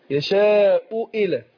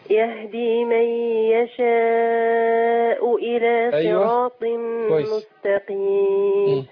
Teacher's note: أنا عايز أحقق الهمزتين